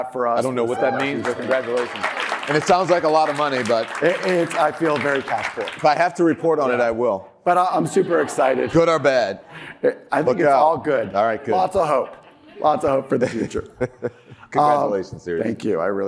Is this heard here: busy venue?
yes